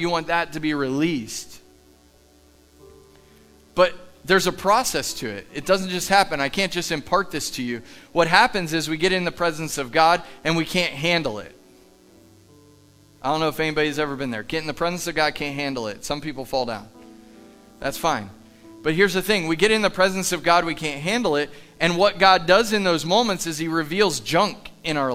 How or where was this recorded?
large echoing room